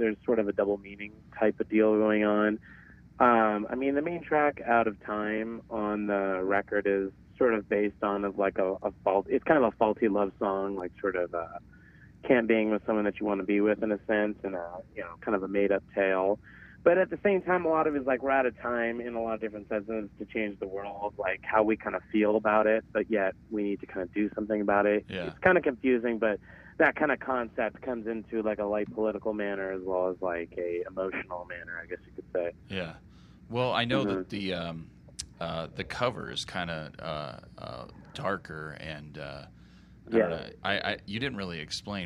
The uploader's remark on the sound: over the phone for a short interview